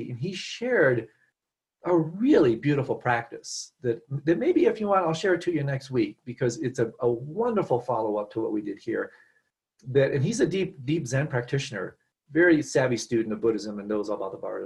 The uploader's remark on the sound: Virtual Weekly Hangout.